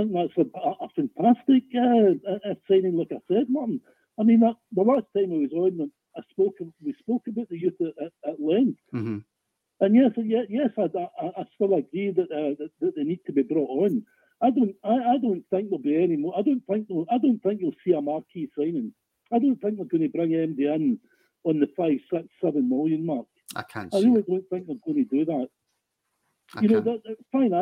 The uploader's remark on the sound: Rabble Phone. Your Weekly Rangers Rabble Football Phone In.